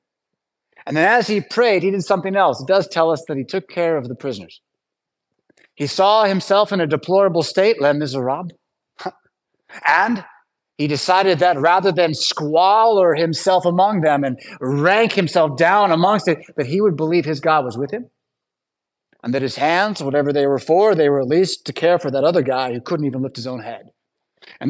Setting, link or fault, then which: setting, large echoing room